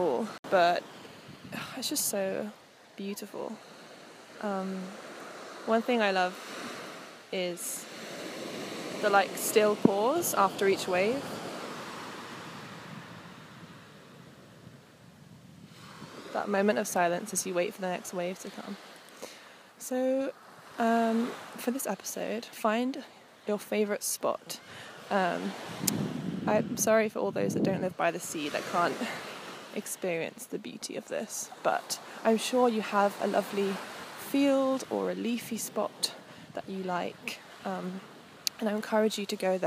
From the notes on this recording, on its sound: A Sunny Seaside Stroll. Expect sounds of the Cornish waves, birds singing and some local conversation.